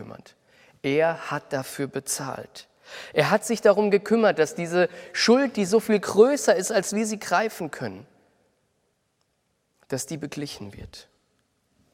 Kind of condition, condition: setting, large echoing room